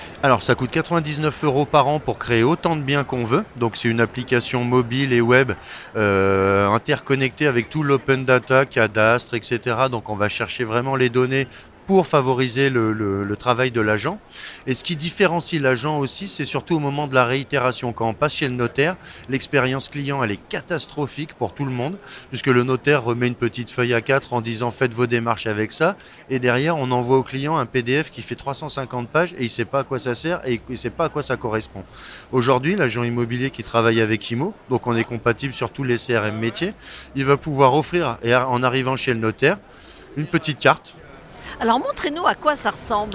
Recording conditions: busy venue